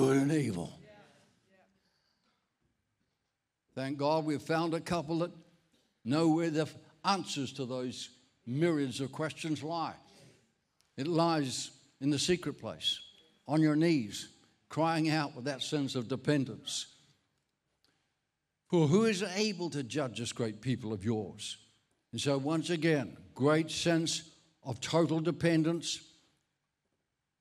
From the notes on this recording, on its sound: This message was recorded at Encompass Church, Bundoora in July 2023.